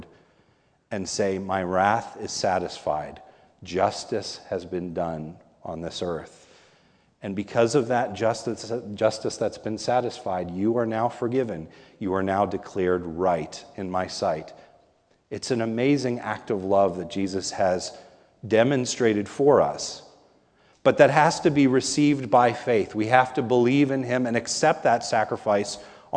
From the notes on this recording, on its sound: This is a sermon recorded at the Lebanon Bible Fellowship Church in Lebanon, PA during the morning service. Was preached on Communion Sunday.